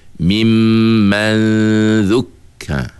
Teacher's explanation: ujung lidah kita menyentuh ujung gigi kacip atas. Jadi masa kita baca tu, kita dengung begini.